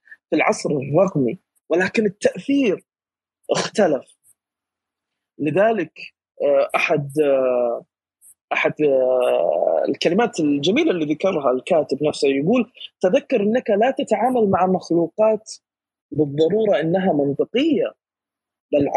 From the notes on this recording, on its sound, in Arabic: تسجيل لمساحة ابن رشد الأسبوعية على منصة تويتر